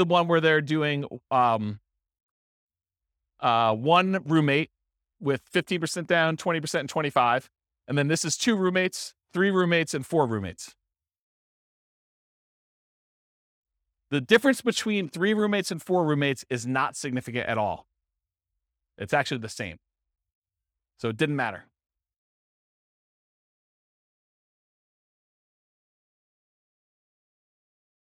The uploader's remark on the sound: This was a live class recorded